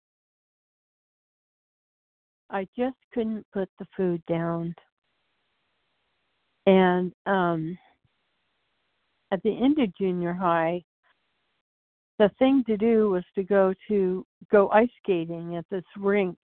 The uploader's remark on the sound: from the 100 Pounders Phone Meeting, 2/12/24.